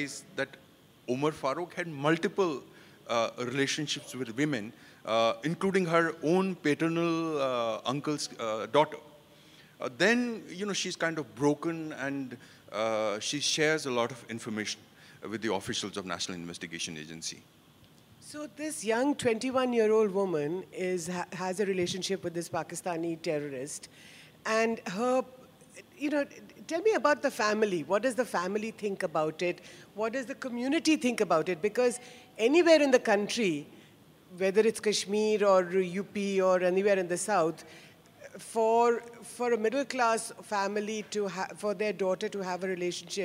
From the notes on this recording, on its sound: This episode is a live session from Jaipur Lit Fest 2022.